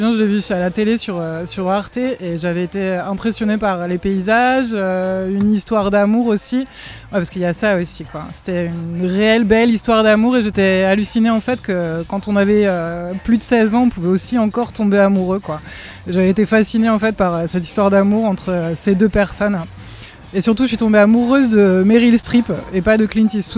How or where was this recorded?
busy venue